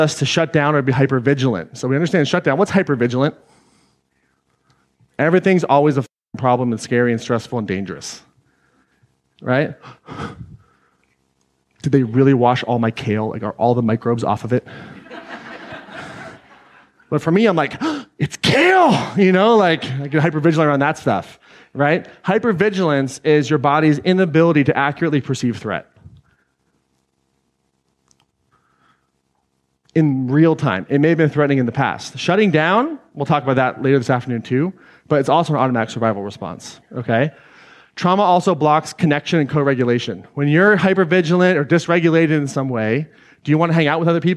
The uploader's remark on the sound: Today’s episode is an excerpt taken from Claim Your Power Live Atlanta 2019.